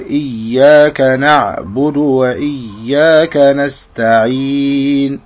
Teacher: فمخرج العين من وسط الحلق، العين والحاء